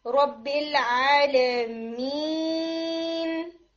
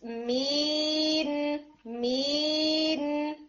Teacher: या में आपने नाक की तरफ साउंड को पुश नहीं करना · Shown in: second take